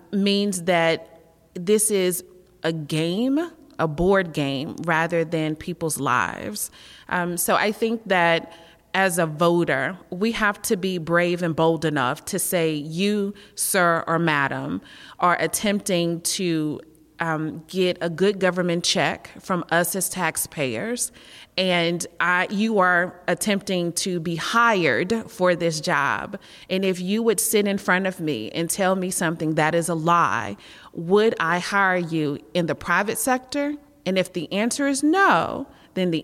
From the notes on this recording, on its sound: Live from the Atlanta University Center. Georgia Votes is live this week at the Woodruff Library at the Atlanta University Center where we hear from young voters. Joined on stage by Clark Atlanta University professor.